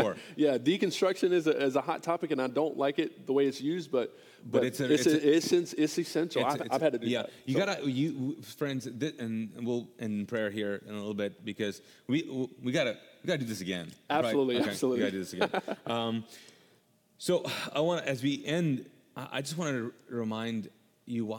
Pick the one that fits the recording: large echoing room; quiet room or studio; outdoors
large echoing room